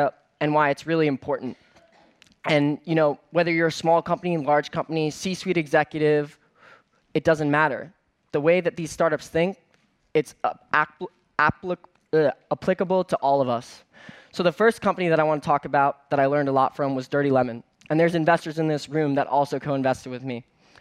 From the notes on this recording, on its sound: on stage at #BoFVOICES